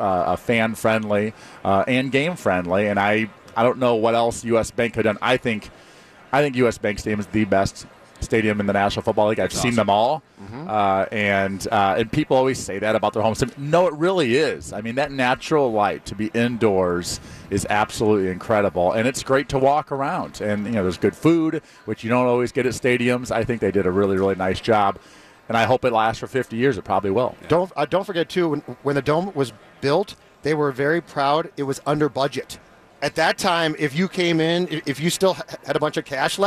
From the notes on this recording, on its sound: live from Radio Row